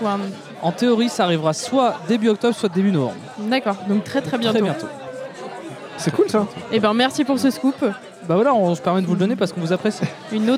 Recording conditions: busy venue